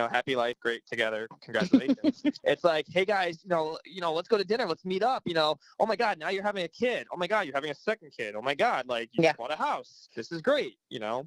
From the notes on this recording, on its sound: Via phone from the offices of MV Film Productions in Southington, CT.